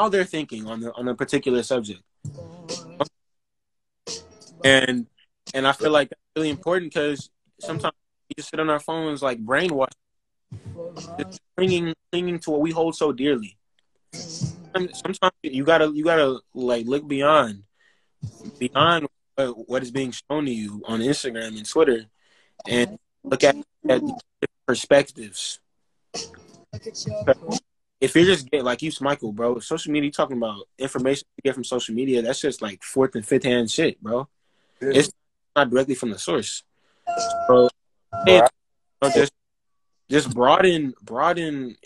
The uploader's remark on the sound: This episode was done Instagram live